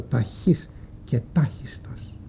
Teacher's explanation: Θα ήταν δύσκολο να πει κανένας θαχής και θάχιστος, ενώ διευκολύνεται η προφορά μας με το ταχής και τάχιστος. Να γιατί το θ του θαχής ανομοιώθηκε σε τ, για να αποφευχθεί η κακή προφορά που προκύπτει από τα δύο συνεχόμενα δασέα